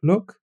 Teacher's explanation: the northern variant, so that's where luck and look are both pronounced with the same vowel